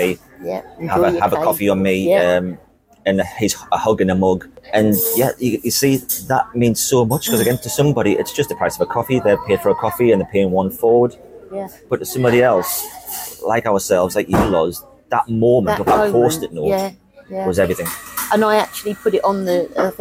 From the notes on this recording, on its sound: I take my show on the road and on location to a coffee shop. A conversation between 2 friends, over 2 coffees, with 2 microphones whilst watching the world go by outside the window.